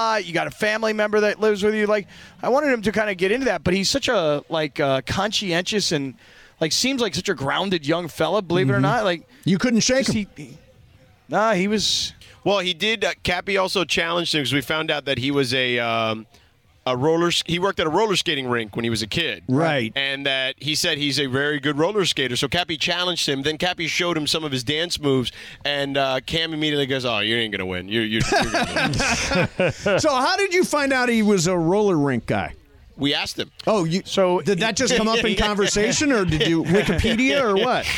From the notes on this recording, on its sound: The show is live from Rams training camp